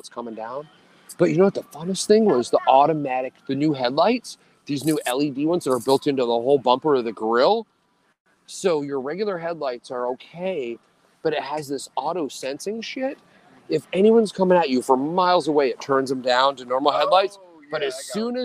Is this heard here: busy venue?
yes